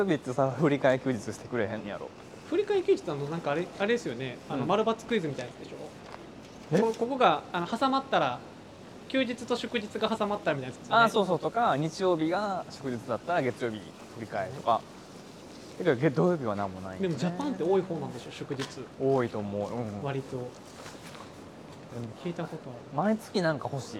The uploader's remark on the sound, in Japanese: 2人でぶらぶらと歩きながらお喋りしました。放送事故回となりそうでしたが、何とかお蔵入りを回避できました。